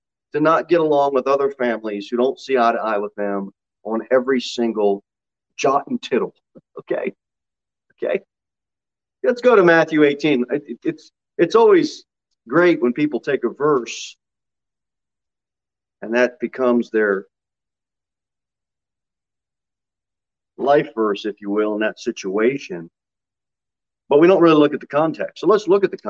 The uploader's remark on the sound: Sermon delivered at Pilgrim Baptist Church on Thursday, April 28, 2022 at 6 pm.